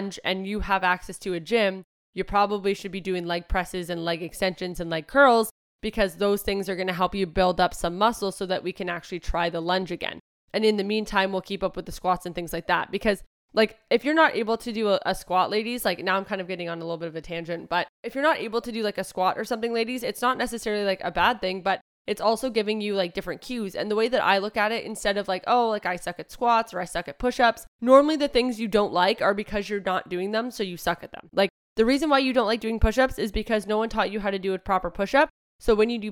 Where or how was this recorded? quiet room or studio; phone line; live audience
quiet room or studio